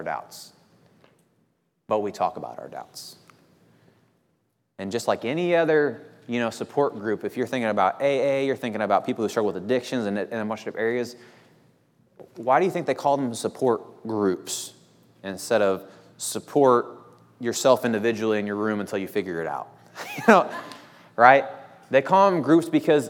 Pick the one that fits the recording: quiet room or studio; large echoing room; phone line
large echoing room